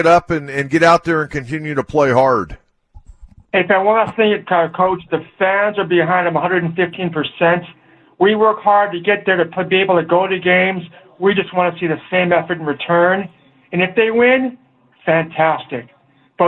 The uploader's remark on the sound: 97.3 The Fan. Fans call in to react to the interview.